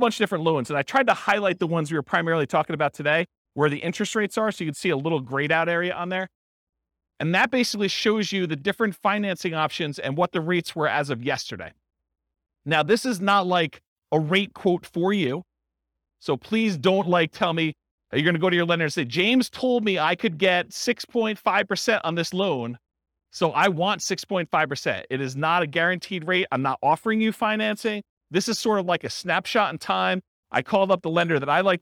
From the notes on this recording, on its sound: This was a live class recorded